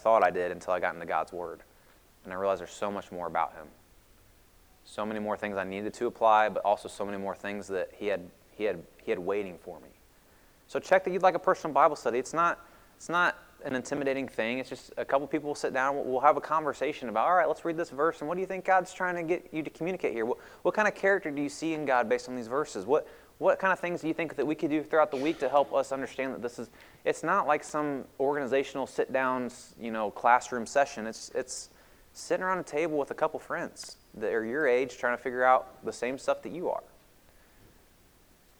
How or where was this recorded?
large echoing room